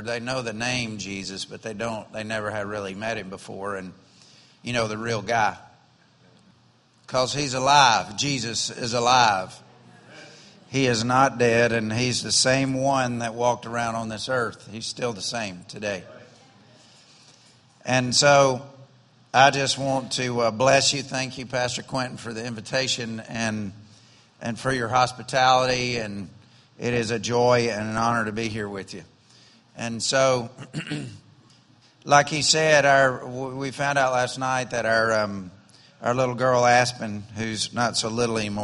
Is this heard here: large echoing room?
yes